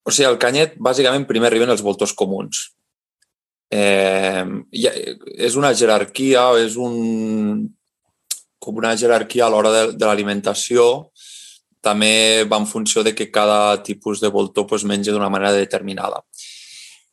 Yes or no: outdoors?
no